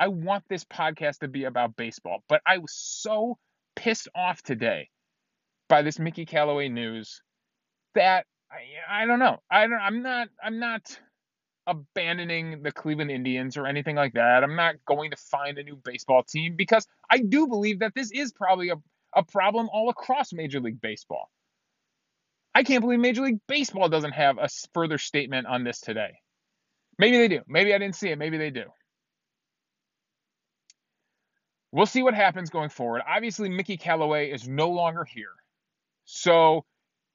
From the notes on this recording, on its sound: recorded in my car after work